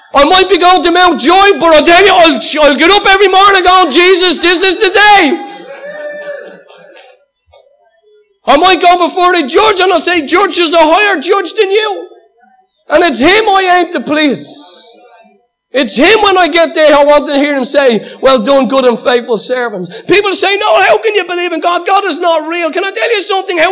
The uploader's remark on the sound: Recorded live at Liberty Church on 10th Feb 2019